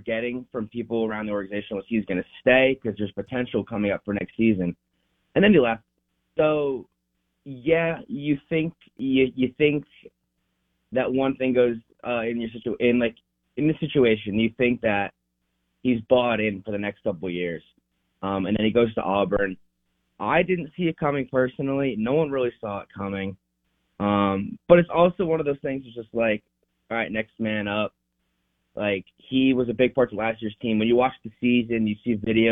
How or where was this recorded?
phone line